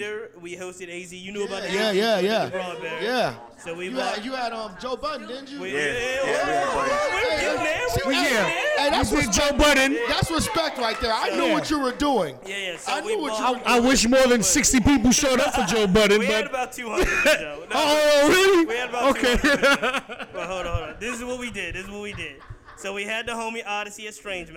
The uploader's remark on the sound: We record the podcast live from Brewer's Café - Richmond's best Café shop located at: 1125 Bainbridge Street, RVA.